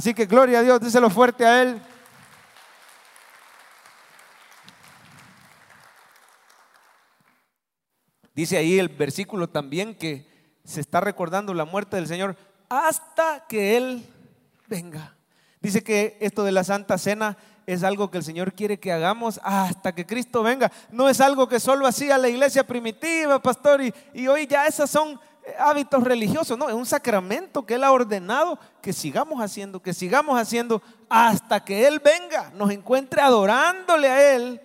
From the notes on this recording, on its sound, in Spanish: Mensaje predicado en vivo desde el Centro Familiar de Adoración, Viernes Santo 2023